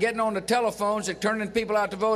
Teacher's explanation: Notice how the former president dropped the letter G at the end of a word. · Term: working-class Southern accent